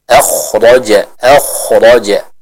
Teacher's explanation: pada huruf kho dan huruf ro di sini. Kita sama-sama baca dengan tebal.